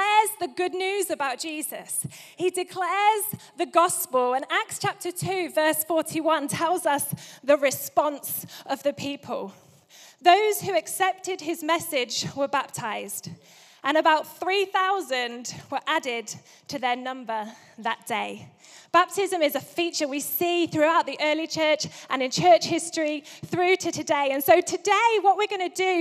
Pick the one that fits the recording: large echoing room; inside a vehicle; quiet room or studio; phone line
large echoing room